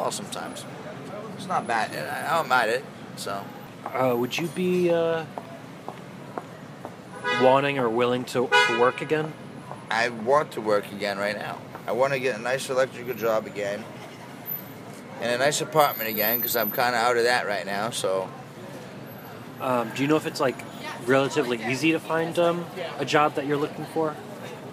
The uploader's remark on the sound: Sitting on the sidewalk a block south of Washington Square Park.